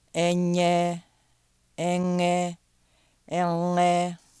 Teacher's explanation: 3 nasals made with the body of the tongue. Palatal, velar, uvular.